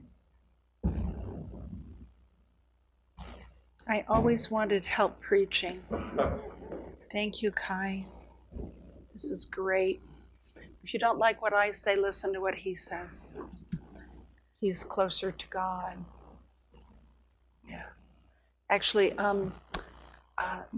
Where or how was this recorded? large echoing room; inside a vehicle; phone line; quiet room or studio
large echoing room